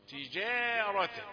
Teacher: الجيم ليست مفخمة تجارة تفخيم في الراء فقط